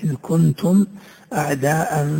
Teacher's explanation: خروج الميم الساكنة من مخرجها بدون غنة كاملة عند ملاقاتها لأحرف الهجاء بعد استثناء كما أشار المؤلف الباء والميم. · Term: الإظهار